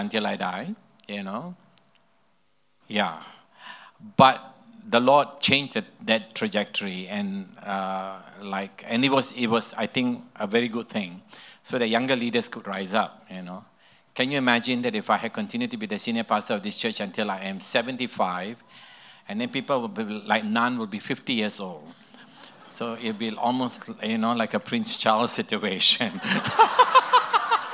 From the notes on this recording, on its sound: This podcast session was recorded live at Camp Honour.